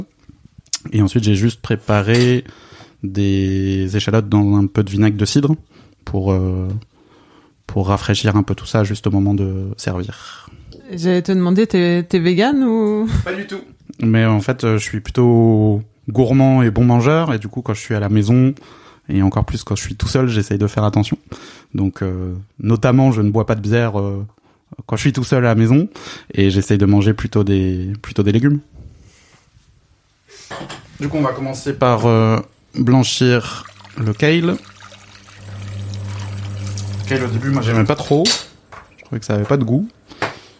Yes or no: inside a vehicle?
no